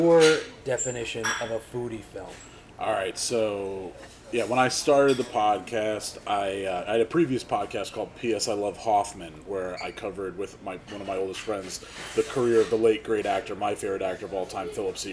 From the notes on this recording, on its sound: This was taped live at the Bendix Diner in Hasbrouck Heights.